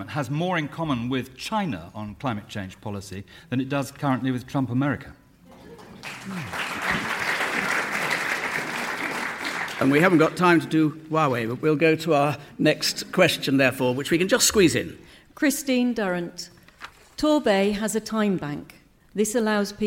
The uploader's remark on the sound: Topical debate from the Paignton Palace Theatre in Devon.